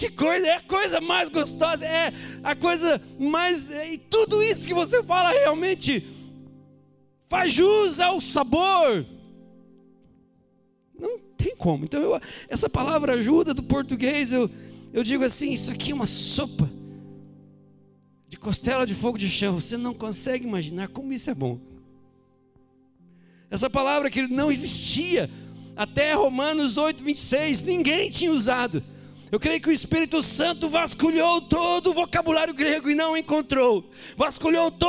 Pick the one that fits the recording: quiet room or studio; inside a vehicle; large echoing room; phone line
large echoing room